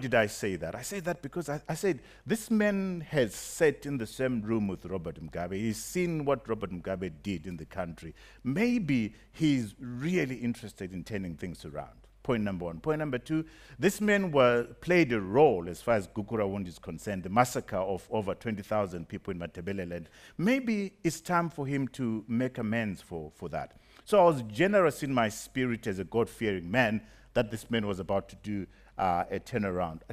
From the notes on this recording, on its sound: speaking on the final day of the BizNews Conference in the Drakensberg